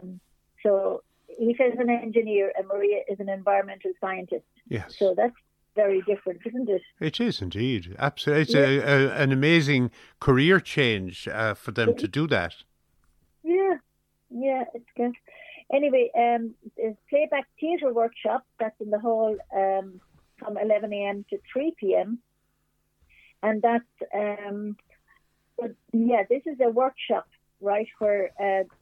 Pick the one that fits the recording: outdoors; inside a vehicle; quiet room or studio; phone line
phone line